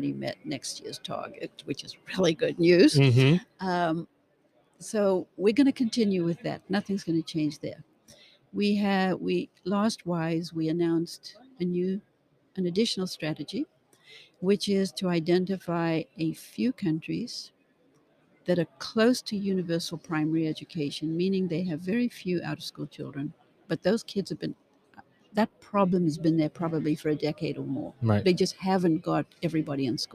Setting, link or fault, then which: setting, busy venue